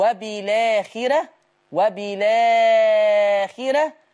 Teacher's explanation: مد البدل لورش له فيه القصر حركتين والتوسط أربعة والإشباع ستة